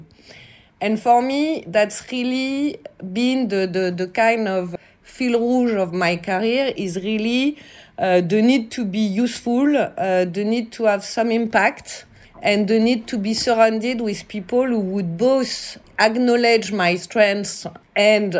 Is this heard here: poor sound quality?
no